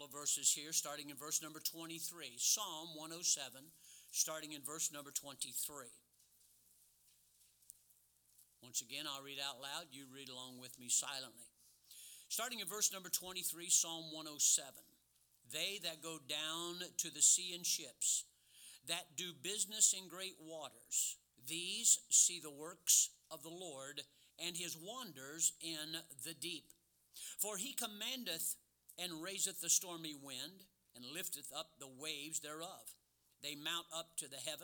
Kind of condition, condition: setting, large echoing room